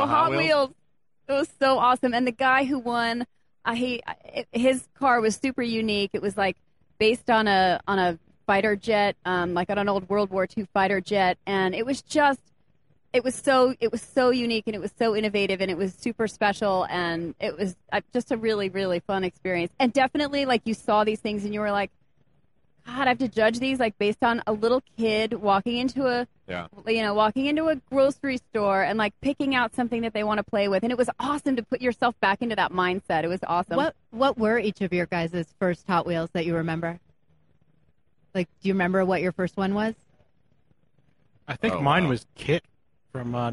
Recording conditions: busy venue